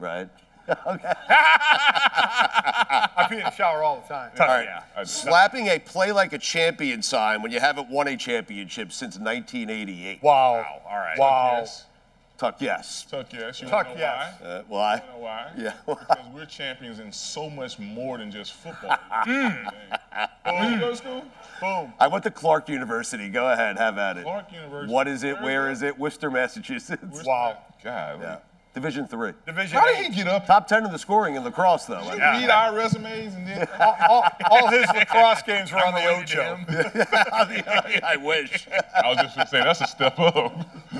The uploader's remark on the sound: Bonus Episode: God Bless Football Live from NYC presented by Verizon. Broadcast live from Pier 17 in New York City for a bonus edition of God Bless Football.